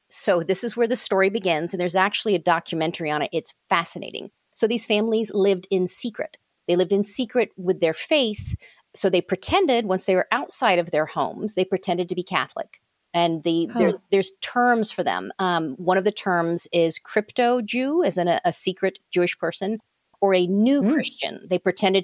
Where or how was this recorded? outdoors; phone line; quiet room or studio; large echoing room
quiet room or studio